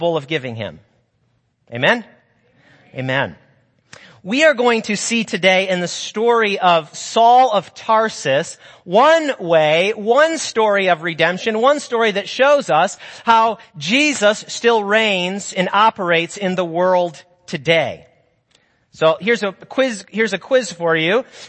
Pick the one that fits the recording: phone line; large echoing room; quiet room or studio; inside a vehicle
large echoing room